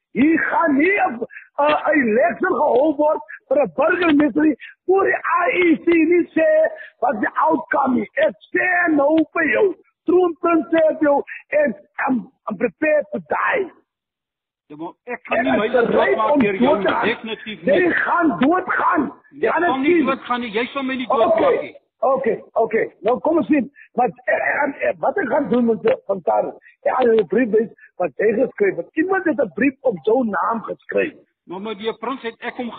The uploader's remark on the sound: Telephonic recording. In a recording obtained by the SABC.